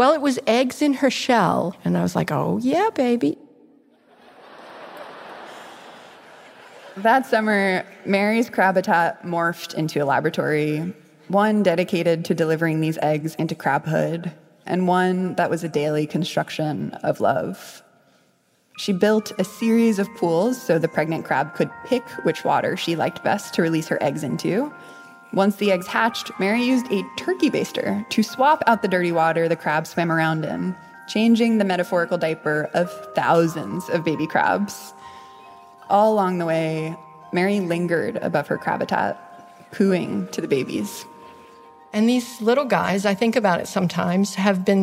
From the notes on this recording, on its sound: A story she told live on stage at Pop-Up Magazine. As a part of their Fall of 2022 tour.